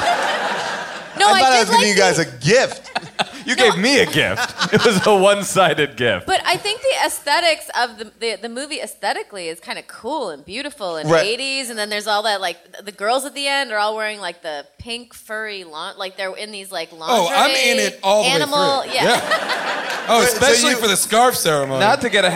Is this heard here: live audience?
yes